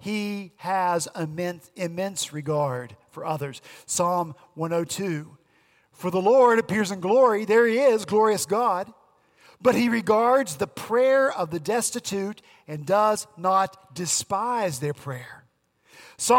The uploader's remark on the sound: At Redeemer Presbyterian Church in Charleston, SC, our senior pastor on Sunday, August 12.